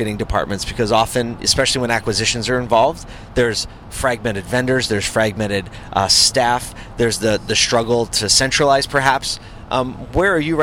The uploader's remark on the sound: Recording in a car on the way to NYC.